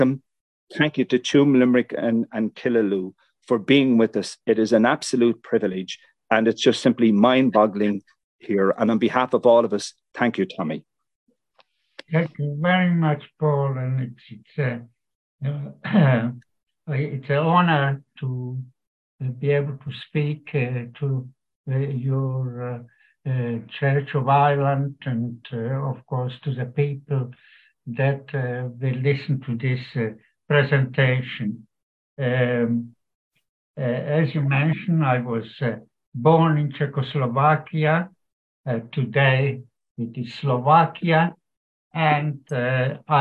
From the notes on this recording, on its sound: Killaloe Cathedral Lenten Talks No. 2. This talk is taken with permission from zoom live recording made and broadcast on St Flannans Cathedral live stream Killaloe. Originally broadcast on SBCR.